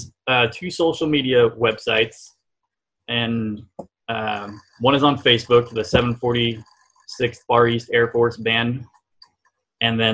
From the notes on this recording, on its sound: He talks about his unusual project in this CVBT Audio Interview Podcast via Zoom.